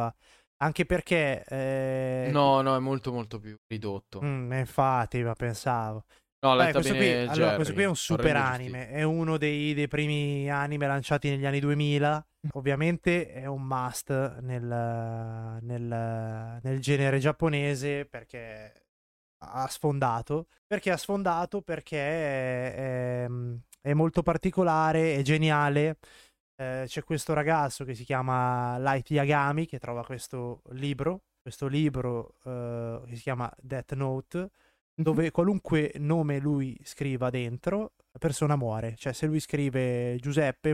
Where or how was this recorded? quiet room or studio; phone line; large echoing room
quiet room or studio